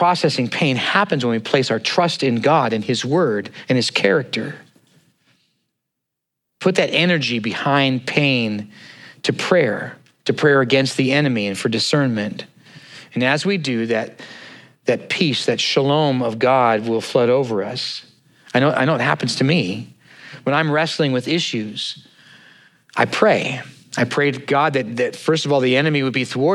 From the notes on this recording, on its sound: at Neighborhoodchurch of Cypress on 08/20/2023